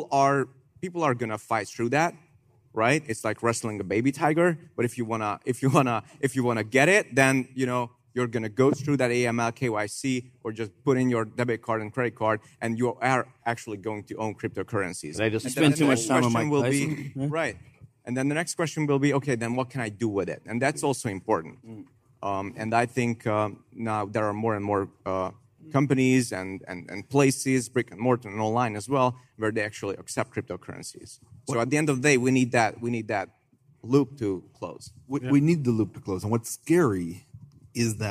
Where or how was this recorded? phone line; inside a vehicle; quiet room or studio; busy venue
busy venue